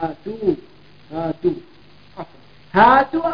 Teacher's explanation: حذفنا الياء وضمت التاء للمناسبة يعني مناسبة صارت هات نعم وتقول هاتوا يا قوم بضمها يعني · Term: بضم التاء